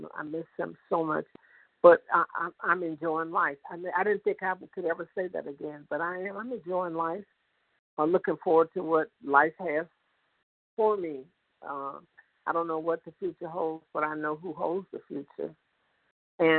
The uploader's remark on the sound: 100 Pounders Phone Meeting